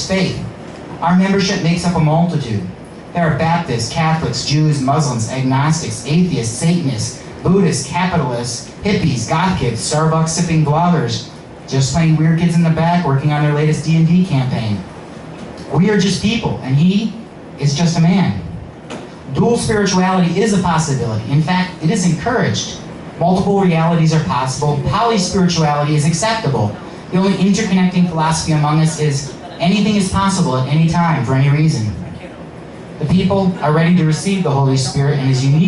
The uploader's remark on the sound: All Muses Monday Open Mic in Willoughby, OH at All AXS